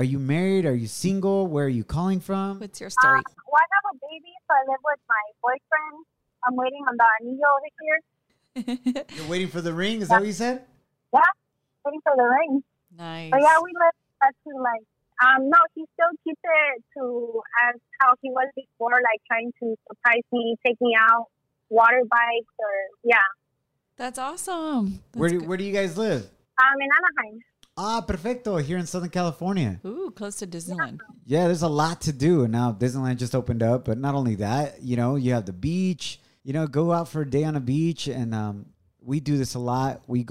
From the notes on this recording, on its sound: Taking your questions via phone on this episode!